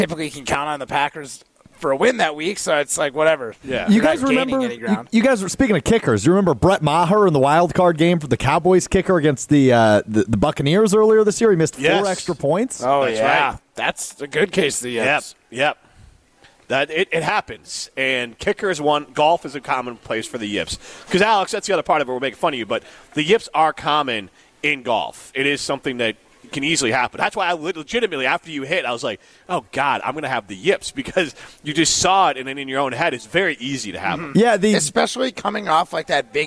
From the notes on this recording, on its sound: live at University Ridge Golf Course